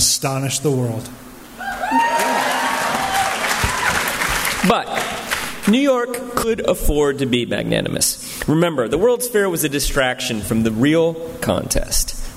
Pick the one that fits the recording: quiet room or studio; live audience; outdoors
live audience